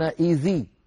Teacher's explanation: فالذال ساكنة ولام التعريف ساكنة، فيحركون الذال بالكسر · Term: حركة عارضة